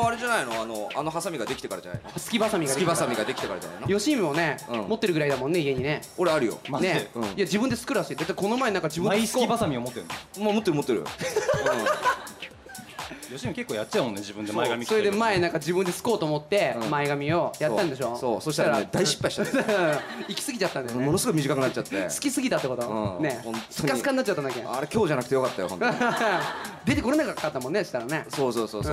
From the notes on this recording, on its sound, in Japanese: 名古屋パルコから公開収録！